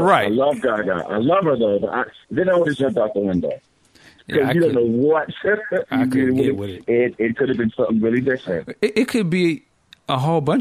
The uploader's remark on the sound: we open the phone lines